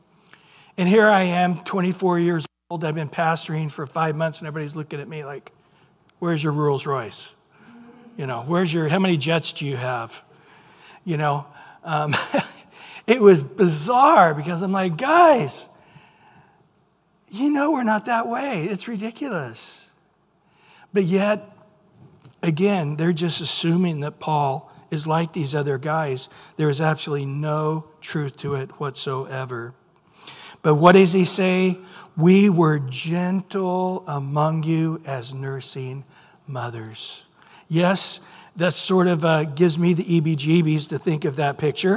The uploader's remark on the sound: Recorded at Calvary Chapel of Los Alamitos